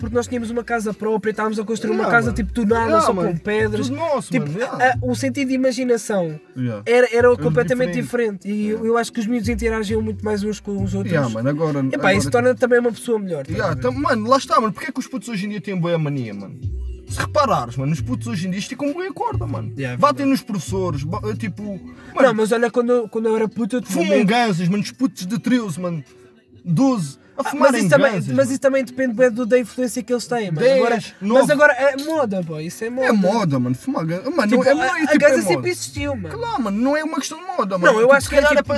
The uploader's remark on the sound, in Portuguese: Primeiro episódio no carro da avó!